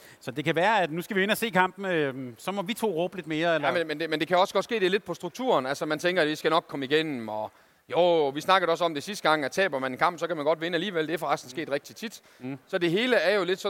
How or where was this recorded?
busy venue